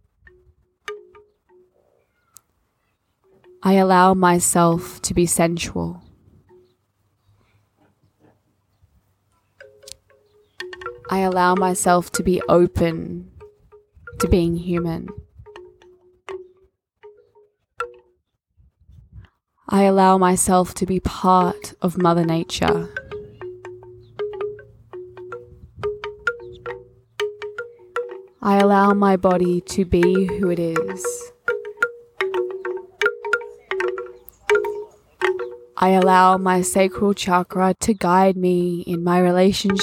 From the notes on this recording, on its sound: The bamboo wind chimes in background of this episode were recorded live in Brunswick Heads, NSW Australia.